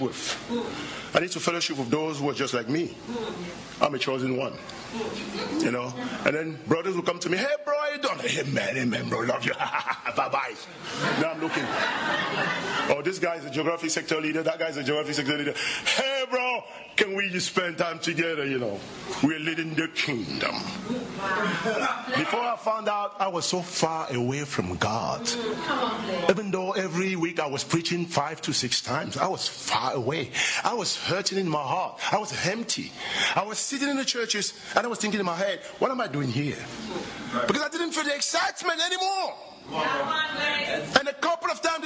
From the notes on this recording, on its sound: at the European Missions Conference